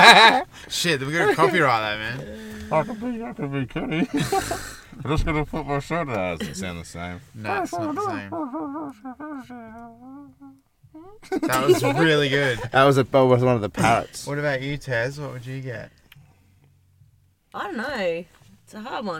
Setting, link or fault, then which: setting, inside a vehicle